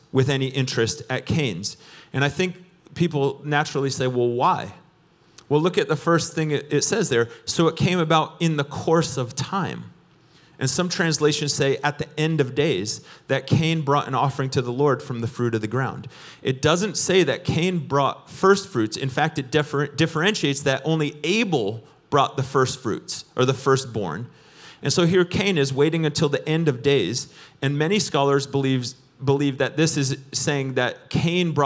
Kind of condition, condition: setting, large echoing room